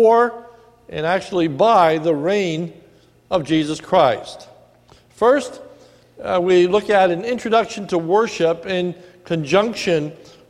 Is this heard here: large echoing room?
yes